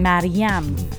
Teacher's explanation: with the exact Persian pronunciation with the second syllable stressed how it's supposed to be